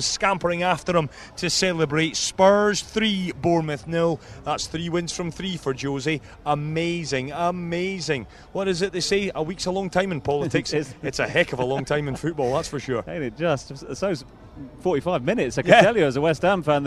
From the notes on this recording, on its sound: From the rooftop garden of Barasti